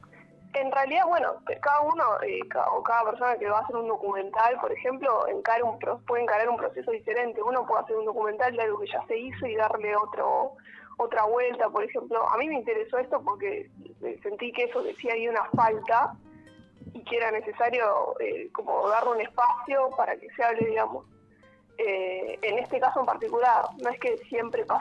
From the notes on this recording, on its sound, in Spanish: Charla Telefonica